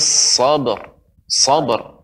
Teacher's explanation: langsung dipantulkan ya tidak masalah karena ba adalah huruf qalqalah